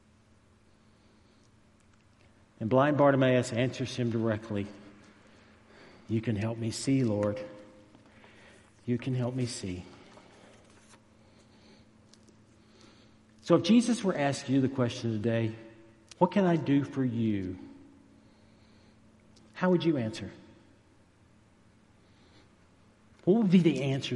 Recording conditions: large echoing room